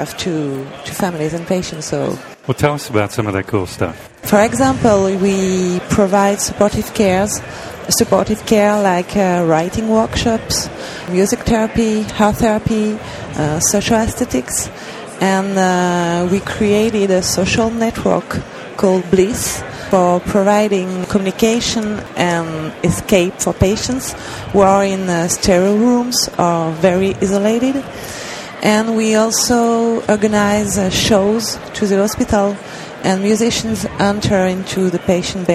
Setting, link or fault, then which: setting, busy venue